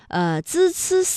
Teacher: 滋思思呢发音的时候啊，这舌尖是平伸的，是抵住上 · Term: 平舌音